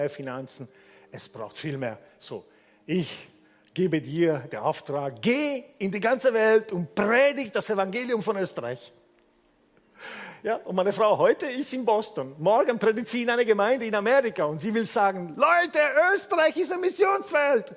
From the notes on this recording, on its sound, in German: Gottesdienst live aus der LIFE Church Wien.